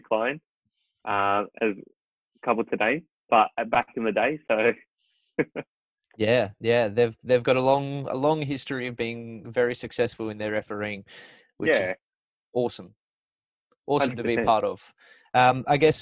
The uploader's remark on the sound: Apologies for the occasions where I to repeat myself due to a doggy internet connection during this COVID-19 isolation period. It was my first podcast done via Zoom.